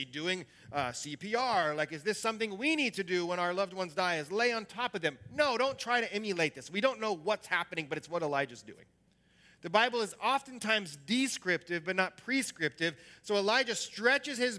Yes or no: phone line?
no